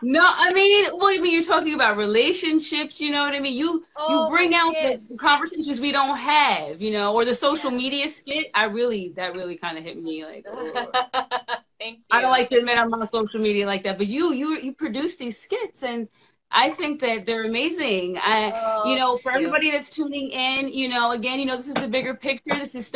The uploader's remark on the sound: a special Instagram Live #WFH edition